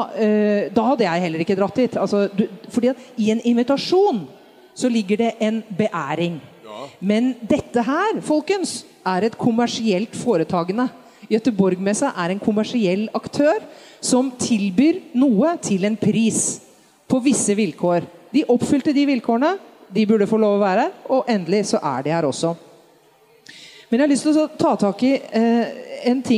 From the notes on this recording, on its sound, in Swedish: Spelar in avsnittet inför publik på bokmässan i Göteborg.